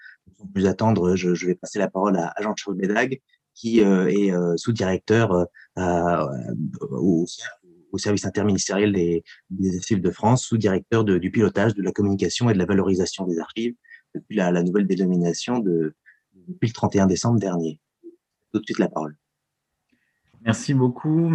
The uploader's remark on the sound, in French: Enregistré sur Zoom le 4 février 2021